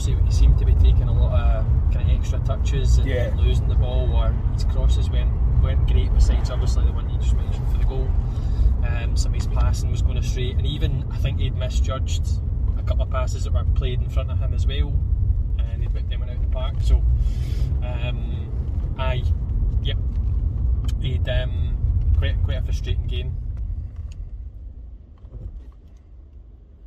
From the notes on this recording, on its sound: From the car outside Ibrox.